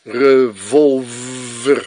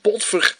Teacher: Zeg revolver met de stemhebbende V en potver met de stemloze F.